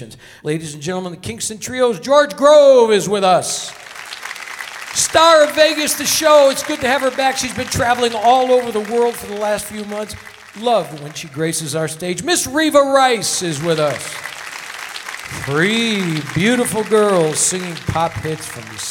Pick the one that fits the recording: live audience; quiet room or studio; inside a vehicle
live audience